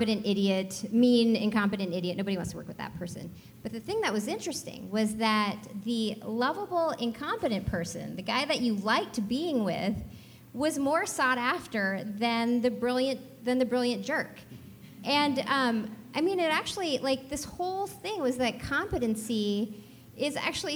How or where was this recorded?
busy venue